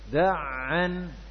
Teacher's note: Perhatikan pada ain, ain memiliki sifat tawassut, ya, jadi suaranya ya antara tertahan dan mengalir, jadi suaranya bersambung dengan huruf yang kedua